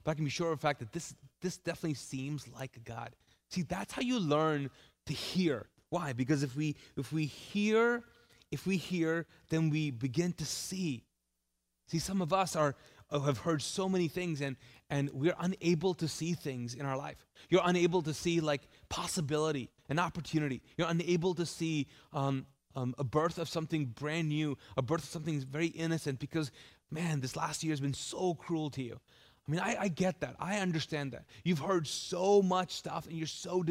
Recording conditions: large echoing room